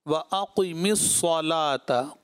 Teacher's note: سواد کو بھی دو مرتبہ پڑھا جائے گا کیونکہ تشدید ہے اس کے اوپر